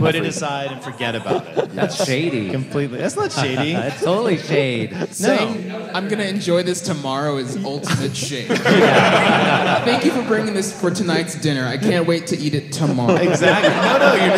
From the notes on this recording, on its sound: This week, it’s a special podcast episode taped LIVE at the Now Hear This podcast festival!